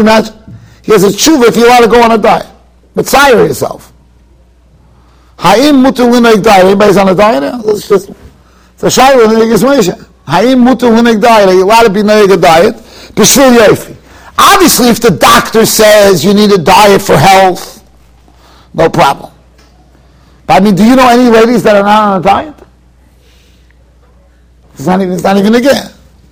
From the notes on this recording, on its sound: Shiur recorded in Yeshivas Ohr Reuven, Monsey, NY.